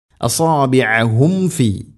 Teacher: സാക്കിന മീമിന് ശേഷം ഫ വന്നാൽ രണ്ട് ചുണ്ടുകൾ തമ്മിൽ തട്ടിച്ച് മീമിനെ പൂർണ്ണമാക്കി ഉച്ചരിക്കണം. أصابعهم في، അങ്ങനെ പറയാനുള്ള കാരണം, സാക്കിന മീമിന് ശേഷം വ അല്ലെങ്കിൽ ഫ ഈ രണ്ടക്ഷരങ്ങൾ വരുമ്പോൾ ഈ രണ്ട് ചുണ്ടുകൾ തമ്മിൽ തട്ടാനൊരു പ്രയാസം ഉണ്ടാവും, അതുകൊണ്ടാണ് അങ്ങനെ പ്രത്യേകം ശ്രദ്ധിക്കണം എന്ന് പറയുന്നത്.